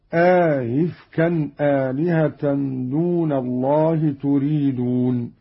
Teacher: قرأ قالون بإدخال ألف بين الهمزتين مع تسهيل الثانية هكذا